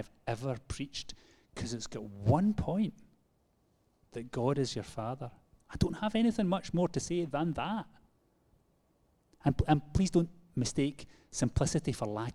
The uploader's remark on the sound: Live from our Sunday Gathering